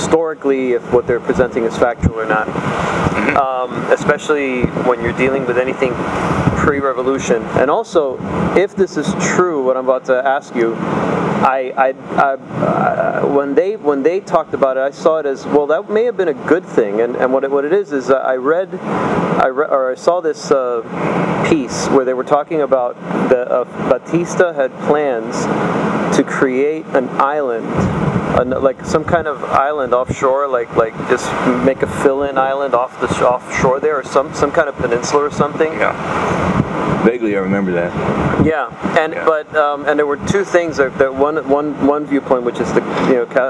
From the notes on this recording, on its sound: recorded a couple years ago on a very windy night